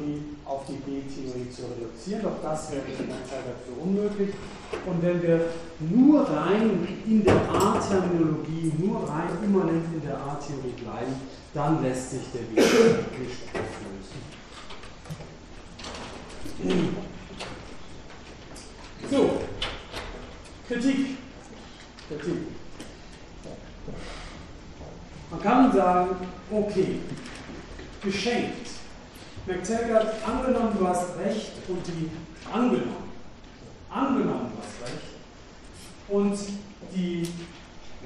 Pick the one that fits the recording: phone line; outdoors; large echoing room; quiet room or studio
large echoing room